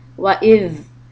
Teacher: When you have the letter Dhal with the sukoon, make sure that you hold the sound a fraction of a second longer than normal. Wa'idh. This is to stop it from bouncing back and making it sound like a Dhal.